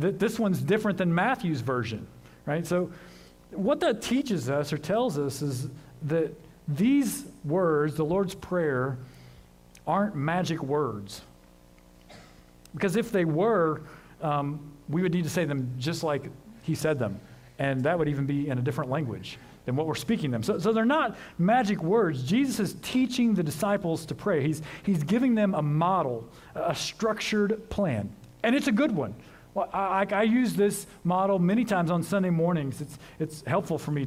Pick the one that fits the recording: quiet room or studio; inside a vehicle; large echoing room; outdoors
large echoing room